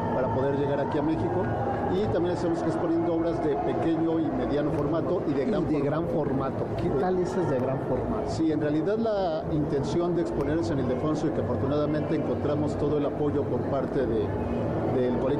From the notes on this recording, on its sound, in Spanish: Escucha la transmisión especial desde el Festival del Adulto Mayor.